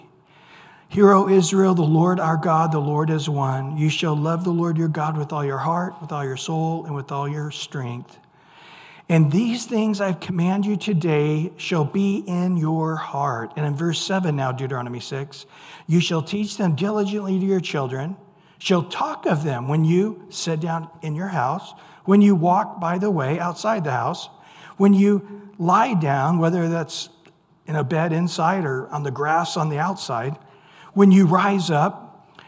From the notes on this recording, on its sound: Recorded at Calvary Chapel of Los Alamitos on April 26 2023 - Wednesday evening sermon. Recorded at Calvary Chapel of Los Alamitos on April 26 2023 - Wednesday evening sermon.